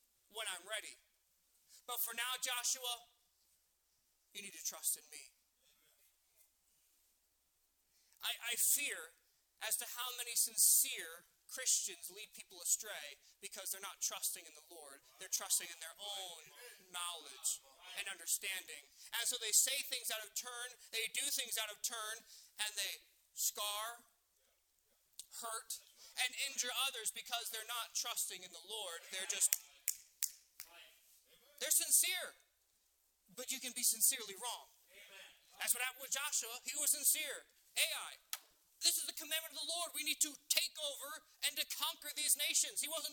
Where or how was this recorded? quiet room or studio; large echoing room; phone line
large echoing room